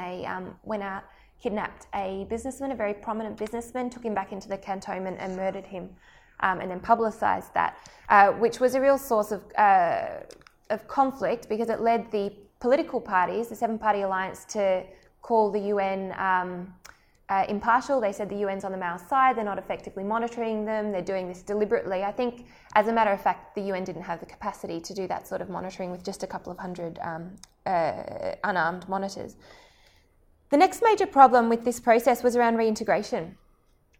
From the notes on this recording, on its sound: This was a guest lecture delivered to the Melbourne South Asian Study Group.